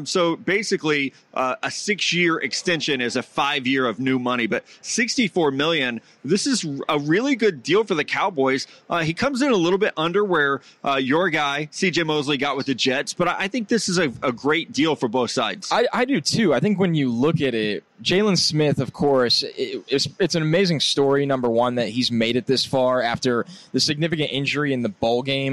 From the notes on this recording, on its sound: live at Caesar's Palace in Las Vegas!